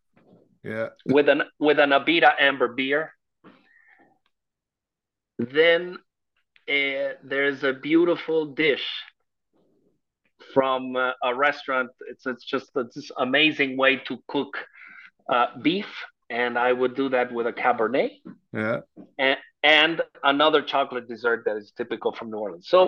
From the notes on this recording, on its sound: This interview was recorded on 1st June 2023 via Zoom.